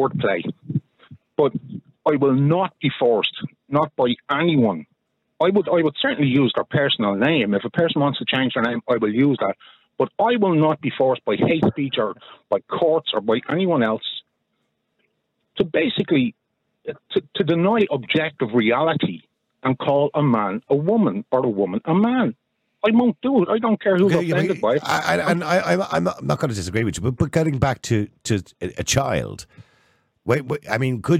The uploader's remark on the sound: opens the phone lines to callers